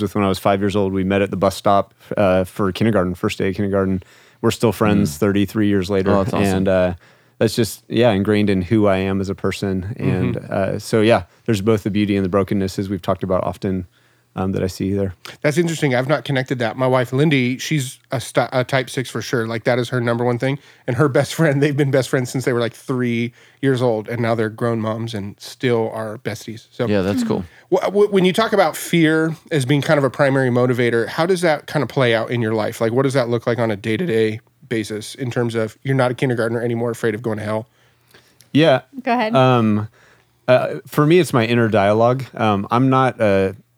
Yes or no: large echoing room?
no